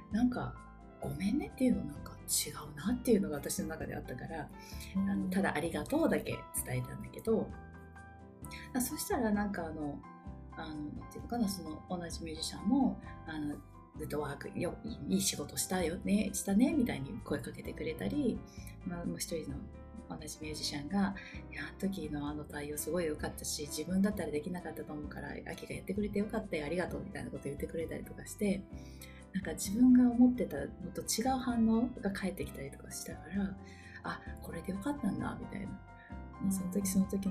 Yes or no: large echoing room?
no